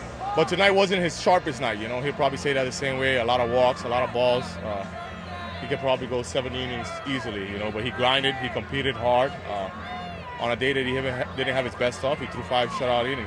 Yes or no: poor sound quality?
no